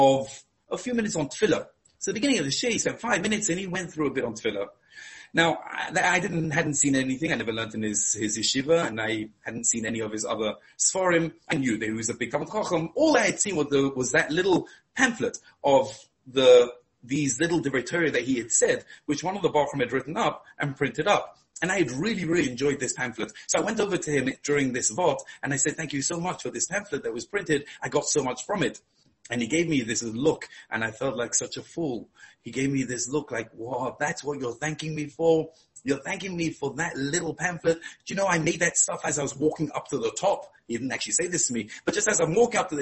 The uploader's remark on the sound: Shiur given over Zoom